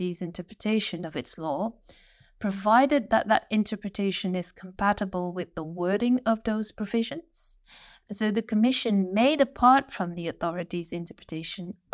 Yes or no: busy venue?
no